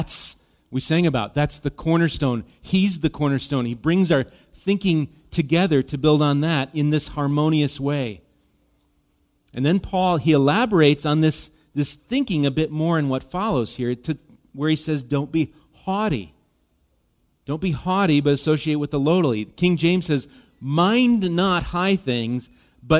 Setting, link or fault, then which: setting, large echoing room